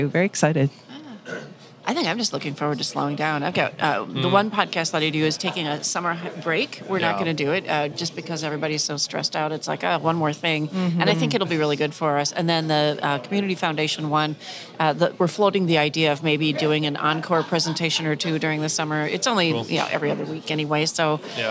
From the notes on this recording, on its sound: This is a recording of the Appleton Podcast Co-op's May morning meet up.